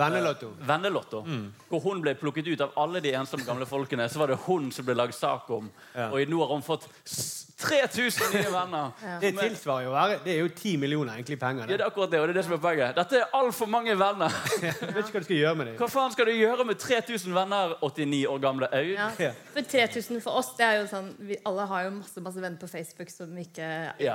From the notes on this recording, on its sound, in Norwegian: LIVE fra Edderkoppen Scene. Takk til alle som kom og så på!